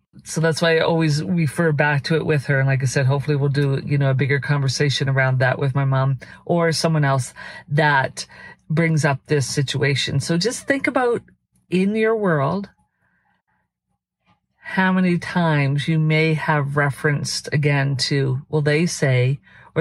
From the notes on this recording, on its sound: These are vehicle videos so there will be some sound in the background. Vehicle Videos(VV) are unscripted, unedited, focused videos in our vehicles ! We have transferred the audio for your listening pleasure (the audio is from within a vehicle).